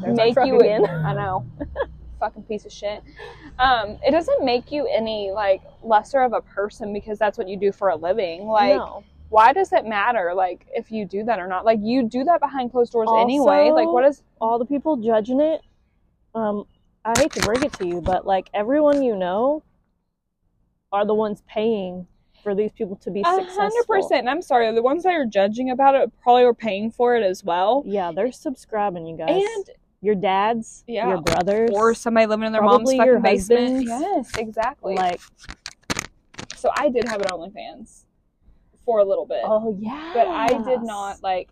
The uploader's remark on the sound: Sorry not sorry for the sound on this one. We have a problem with keeping our hands off the mics.